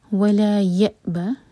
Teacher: یا cut off sound لیکن جھٹکا نہ ہو، قلقلہ نہیں ہونا چاہیے